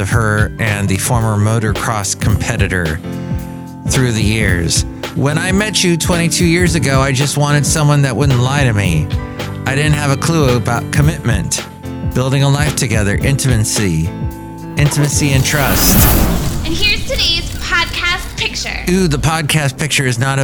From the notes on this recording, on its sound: podcasts live from Café Anyway